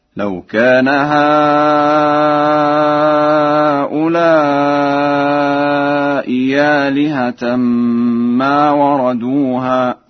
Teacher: فقد قرأها ورش بإبدال الهمزة الثانية ياء خالصة